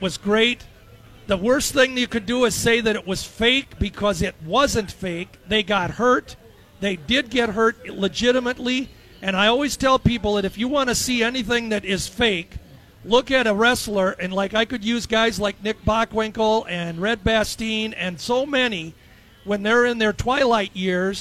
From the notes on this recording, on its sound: Day One at the Fair. Live from the State Fair.